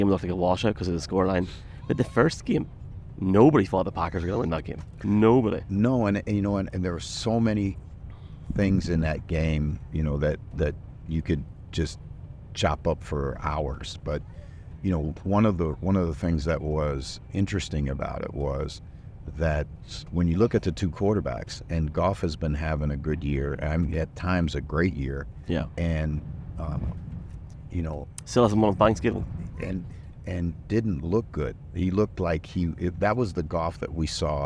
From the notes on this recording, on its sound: Live podcast from a train somewhere in Scotland. A train at 6:45am in the middle of nowhere, as they are on the way to Scotland.